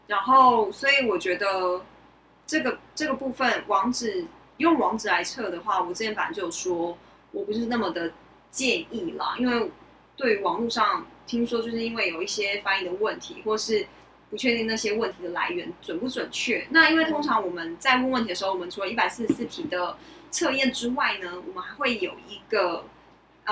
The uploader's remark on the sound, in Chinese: 本集收音有狀況，收聽時有空曠環境感是正常的喔。